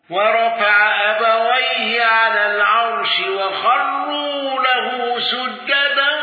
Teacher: حفص بالسكت على المفصول